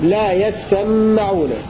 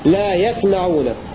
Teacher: قرأ حمزة والكسائي وحفص بتشديد السين والميم · Shown in: first take · لا يسمعون، والأصل يتسمعون فأدغمت التاء في السين، وقرأ الباقون بسكون السين وتخفيف الميم هكذا لا يسمعون.